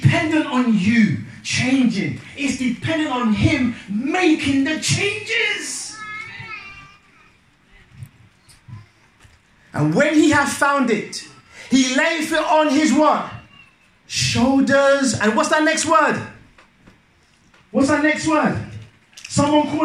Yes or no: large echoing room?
yes